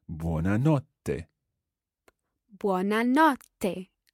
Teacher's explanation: with that double T sound in there, try to bounce on it